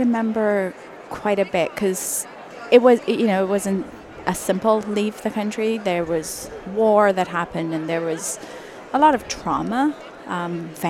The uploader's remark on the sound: it was recorded live at the the Ontario Dental Association meeting in Toronto, live on the trade show floor.